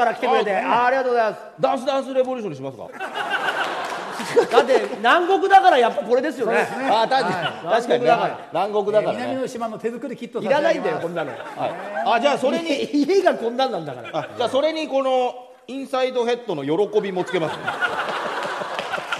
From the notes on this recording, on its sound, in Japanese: 大千秋楽の大阪公演後に公開収録を開催しちゃいました！